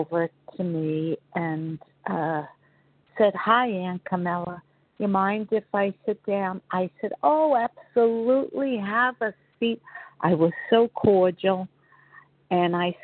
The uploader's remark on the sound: 100 Pounders Phone Meeting, 2/15/24